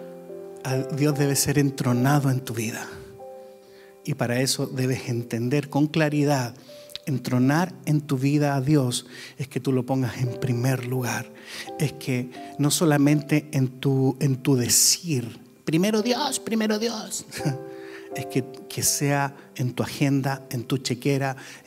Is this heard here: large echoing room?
yes